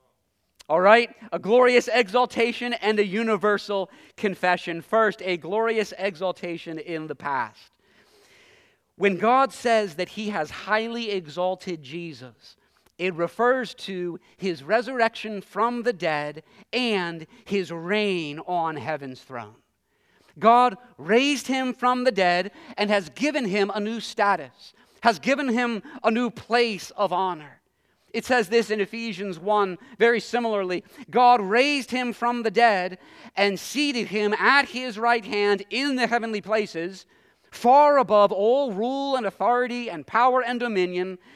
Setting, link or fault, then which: setting, large echoing room